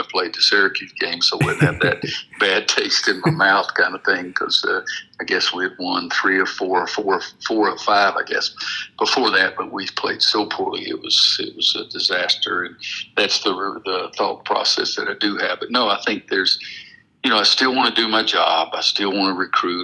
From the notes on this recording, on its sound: spoke over the phone